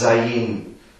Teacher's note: Weil das Zayin, das wird eigentlich, zwar wird es in der Übertragung immer meistens Zayin geschrieben, aber es wird nicht als Z ausgesprochen, sondern als sehr klingendes S